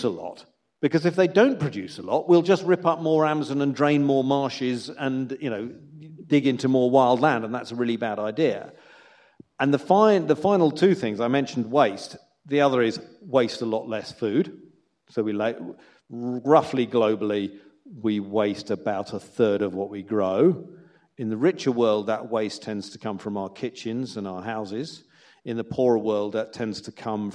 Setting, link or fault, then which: setting, live audience